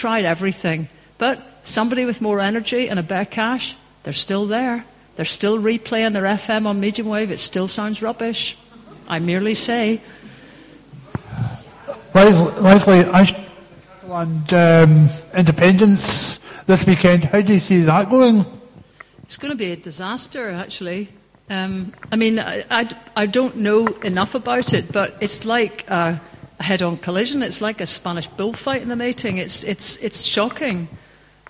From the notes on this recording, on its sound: Q&A.Dunoon. The Post Talk Q and A session - A Democracy Live recording.